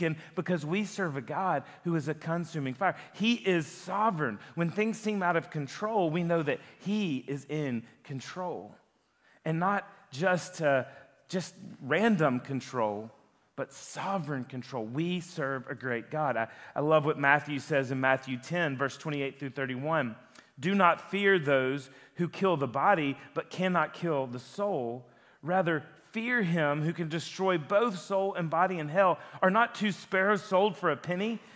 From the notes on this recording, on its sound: a sermon that he preached at Lifepoint Church